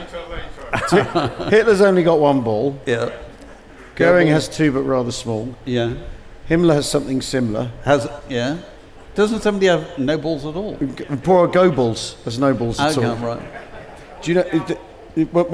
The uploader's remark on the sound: Recorded at We Have Ways Fest 2023